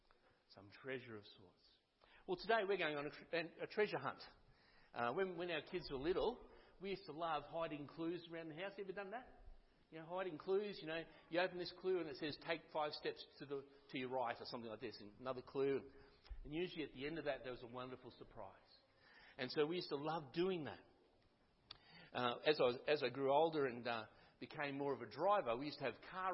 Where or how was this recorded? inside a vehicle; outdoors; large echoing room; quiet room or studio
large echoing room